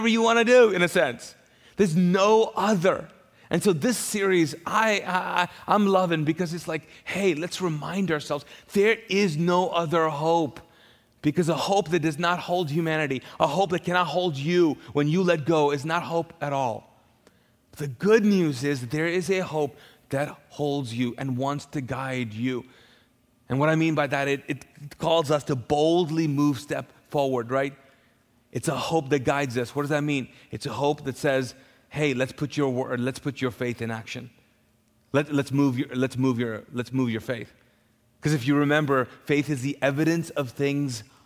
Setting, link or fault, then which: setting, large echoing room